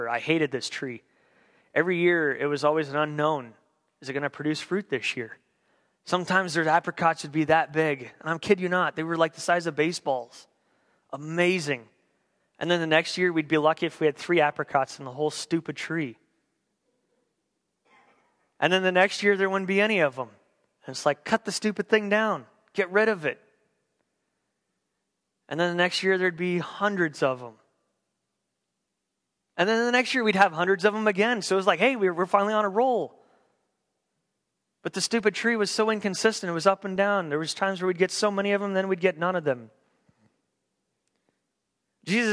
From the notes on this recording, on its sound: On December 27th, 2015 at The Well an Acts 29 &amp; Converge Heartland Church in Hastings, NE. At The Well an Acts 29 & Converge Heartland Church in Hastings, NE.